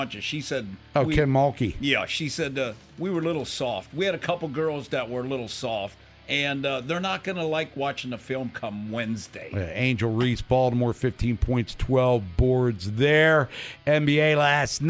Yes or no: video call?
no